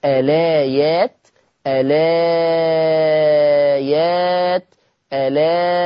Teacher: إثبات همزة الوصل ألا مع ثلاثة البدل